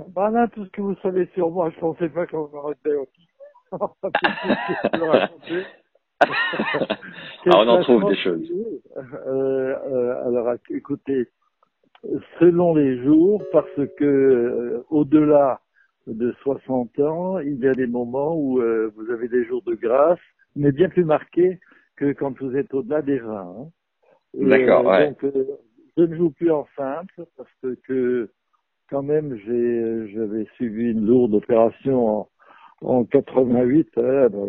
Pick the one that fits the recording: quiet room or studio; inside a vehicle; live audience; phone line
phone line